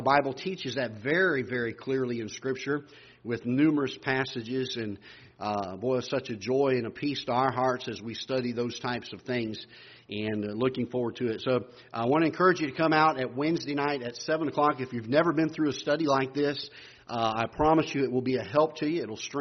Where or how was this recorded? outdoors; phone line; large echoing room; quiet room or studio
large echoing room